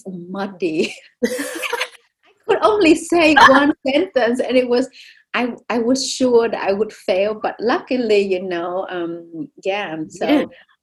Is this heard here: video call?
yes